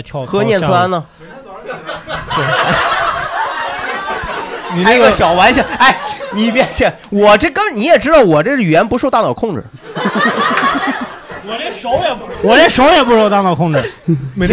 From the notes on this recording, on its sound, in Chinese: 现场来了一位爸爸